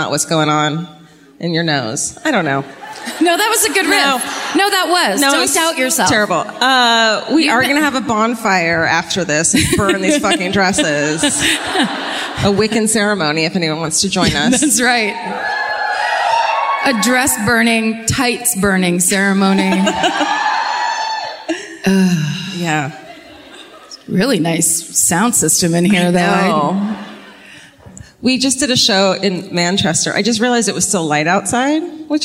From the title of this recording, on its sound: Live at the O2 Academy in Glasgow